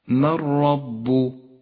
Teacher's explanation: من رب السماوات والأرض من رب النون الساكنة وبعدها حرف الراء تسقط النون من اللفظ تماما ولذلك هي رمادية اللون في مصحف التجويد وتشدد الراء التي بعدها · Term: الإدغام بلا غنة